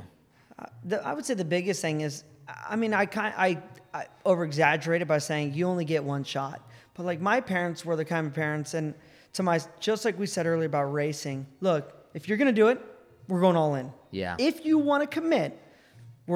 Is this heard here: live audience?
yes